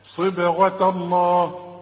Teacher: عند الوصل رقق للتاء لانها جنب لفظ الجلالة المفخم